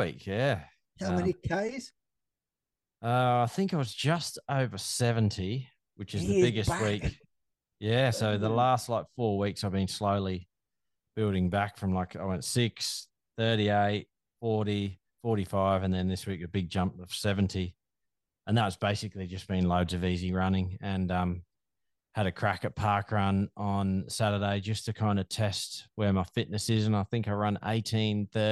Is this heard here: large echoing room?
no